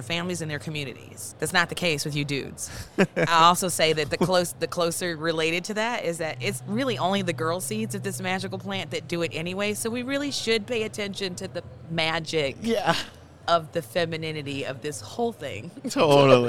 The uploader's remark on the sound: Live from MjBizCon 2022!